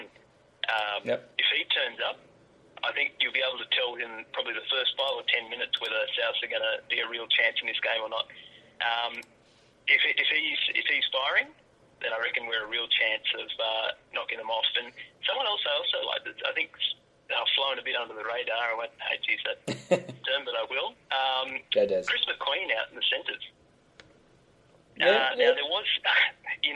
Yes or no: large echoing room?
no